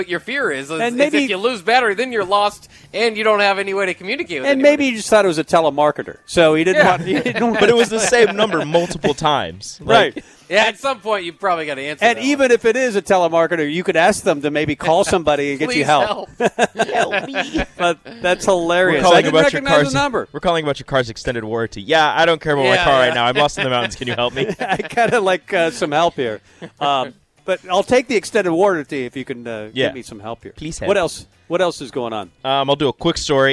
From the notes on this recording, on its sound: Tailgate Tuesday live from Chick-Fil-A.